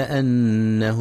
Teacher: ينتبه القارئ لغنة النون المشددة في كلمة أنه، فهي أكمل ما تكون